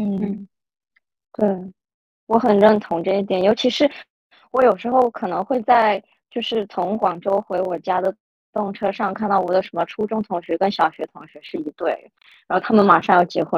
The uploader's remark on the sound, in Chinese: 因为疫情原因，4位主播是线上连麦录制。感谢大家包容轻微的设备杂音。疫情期间的上海。